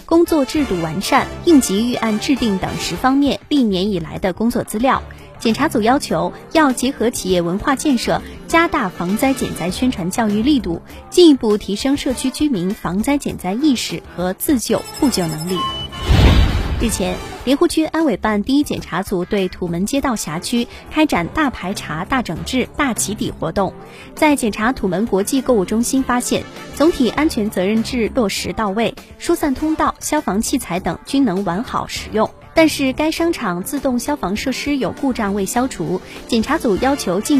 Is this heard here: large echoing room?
no